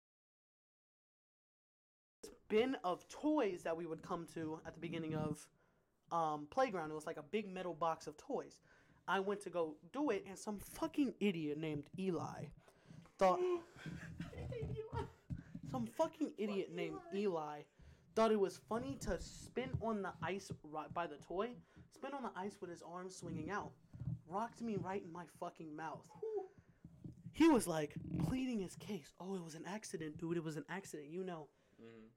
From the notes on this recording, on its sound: NEW YEAR event we did it this year. We talked in person sorry for the audio if it's way too loud.